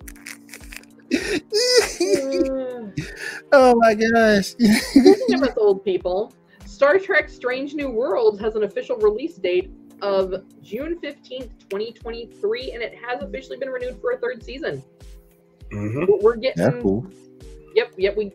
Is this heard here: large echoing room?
no